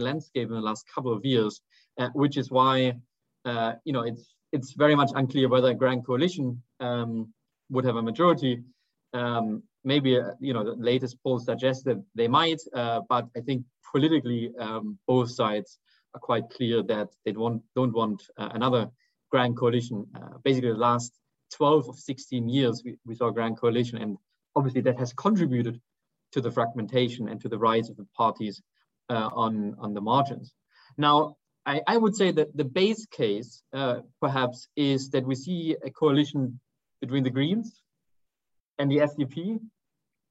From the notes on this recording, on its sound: a recording of one of our digital events